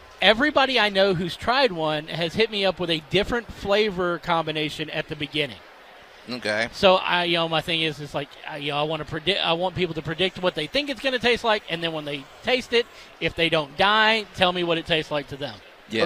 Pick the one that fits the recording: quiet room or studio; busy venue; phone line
busy venue